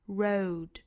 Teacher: 的发音呢，我们要注意两点。那之前我们也讲到过了，一个是口型。发成辅音 w 的那个口型啊，那个唇形，舌头同时用力向里去卷 · Term: r 的发音